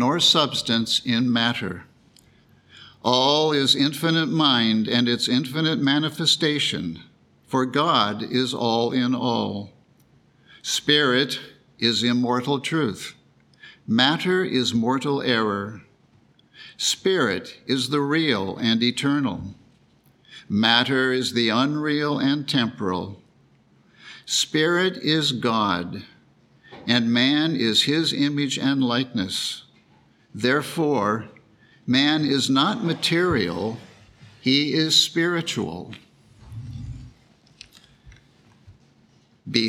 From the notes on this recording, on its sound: The Sunday service audio